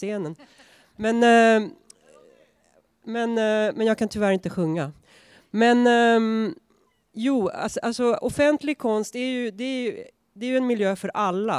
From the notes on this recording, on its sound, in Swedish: I det här avsnittet får vi lyssna till en inspelning från invigningen. Den 28 september, i strålande höstsol möttes ett åttiotal personer över en mugg soppa för att vara med då ett nytt offentligt konstverk avtäcktes.